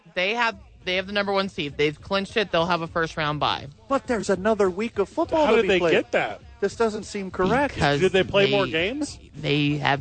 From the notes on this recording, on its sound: Live at Salt Yard West after Lobo Talk.